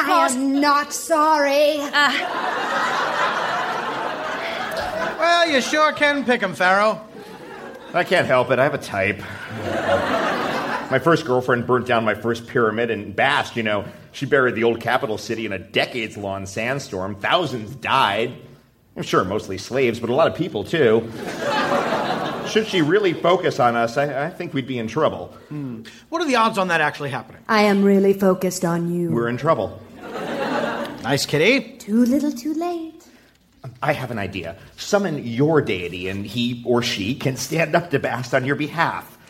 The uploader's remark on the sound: Recorded Live 3/3/2012 at Largo, Los Angeles.